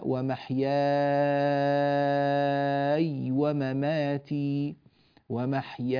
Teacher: المد اللازم له نوعان، فيقول نافع يشبع المد إذا جاء بعده سكون لازم، وذلك مثل قوله كمثل محياي مسكنا، فهنا قوله تعالى ومحياي ومماتي، ومحياي، الياء هنا التي بعد الألف ساكنة في الحالين حالة الوصل وحالة الوقف · Term: المد اللازم الكلمي